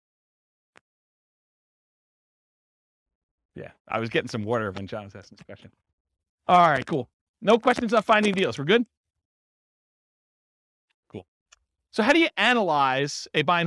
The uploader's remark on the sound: This was a live class recorded